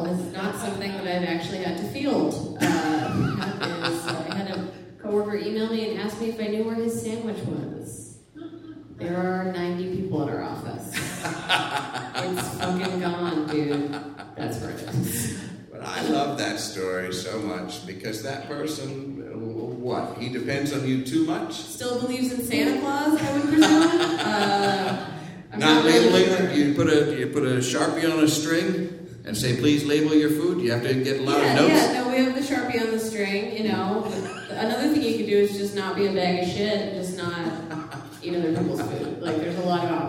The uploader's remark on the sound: Live from the The PIT Underground in NYC